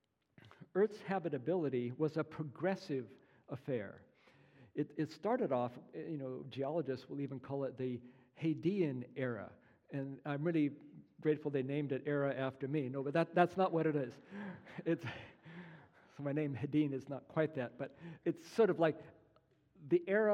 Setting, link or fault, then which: setting, live audience